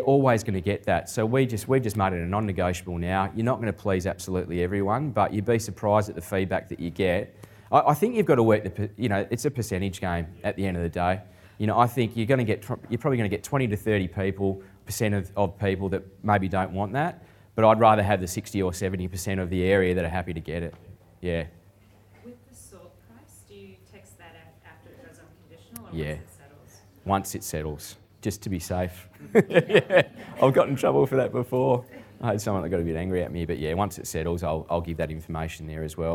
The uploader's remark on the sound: recorded live at REBar Camp 2019